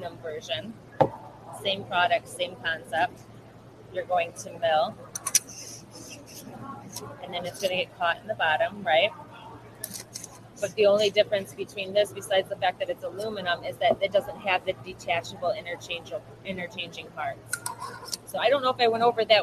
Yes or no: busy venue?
yes